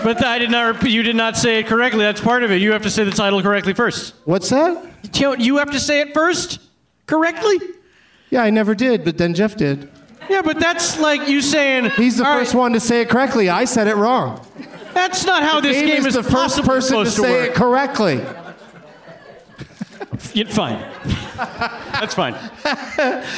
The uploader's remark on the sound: Live from the Traverse City Film Festival.